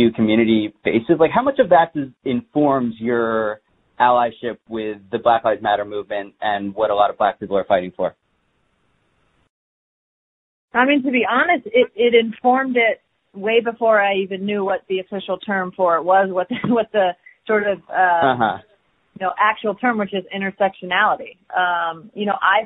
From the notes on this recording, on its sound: ESPY Media Conference Call.